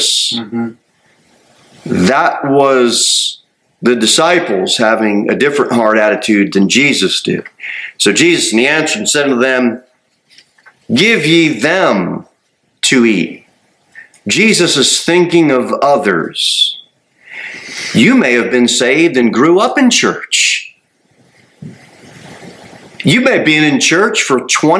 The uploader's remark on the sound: Sermon delivered at Pilgrim Baptist Church on Thursday, November 16, 2023, at 6-15 pm. Cookeville, TN 38501.